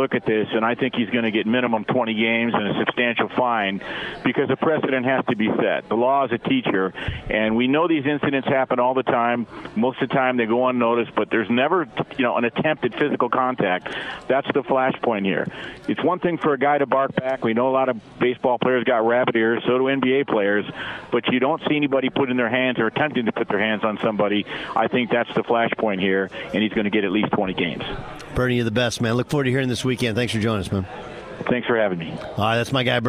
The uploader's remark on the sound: From the Final Four in Houston as he broadcasts from radio row at the college hoops event.